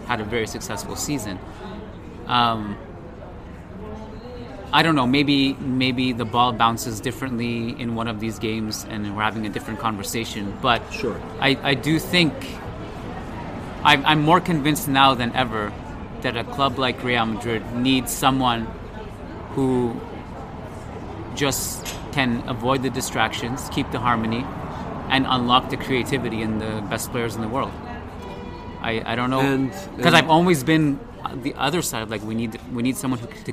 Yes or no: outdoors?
yes